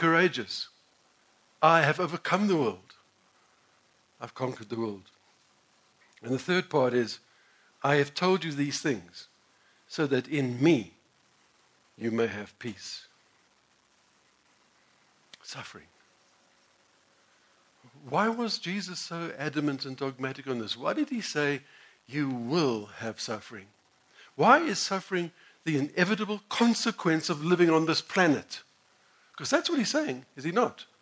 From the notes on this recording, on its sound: Sermon preached at the Village Church on the 26th of June 2016.